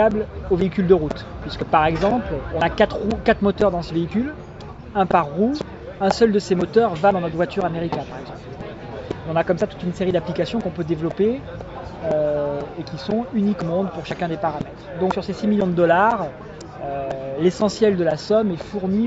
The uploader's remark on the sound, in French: enregistrée à Monaco, le 26/09/2016 lors de la Présentation du Team Venturi pour la saison FIA en Formule Electrique Series